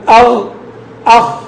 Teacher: يصاحبها ارتفاع لأقصى اللسان، ولكنه هذا لا يعترض الصوت، الصوت الذي يعترضه أدنى الحلق. تقول أغ أخ، لكن في نفس الوقت يرتفع له أقصى اللسان حتى يتحقق لهذا الصوت التفخيم. · Term: صفة الاستعلاء